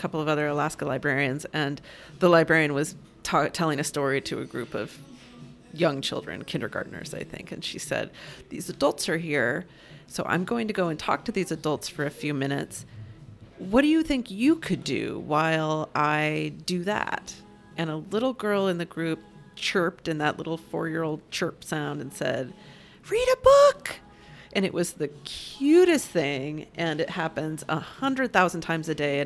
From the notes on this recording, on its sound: This conversation was recorded at Gebhard's Beer Culture Bar. This conversation was recorded at Gebhard's Beer Culture Bar.